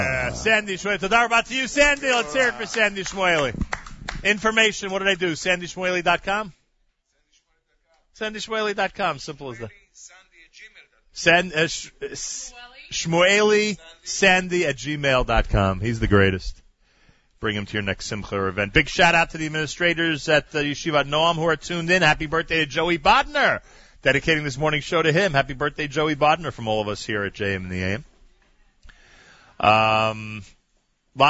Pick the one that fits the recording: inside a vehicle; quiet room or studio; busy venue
busy venue